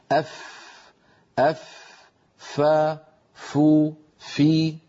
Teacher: تخرج من أطراف الأسنان العليا، الثنايا العليا، عندما تتوضع على باطن الشفة السفلى. أف أف ف فو في، هذا هو مخرج حرف الفاء.